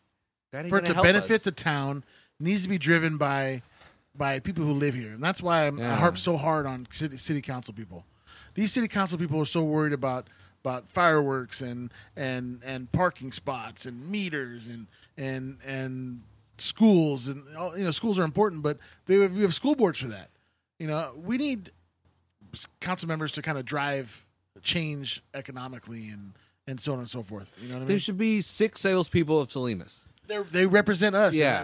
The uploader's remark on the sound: We recorded this as the Italians would say "al fresco" at the Lions Den.